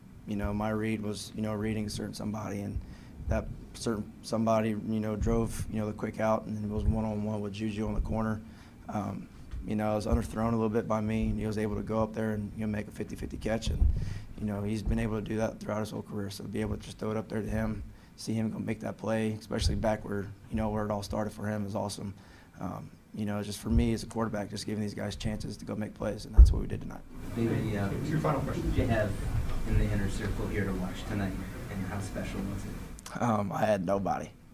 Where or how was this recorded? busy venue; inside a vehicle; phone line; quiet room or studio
busy venue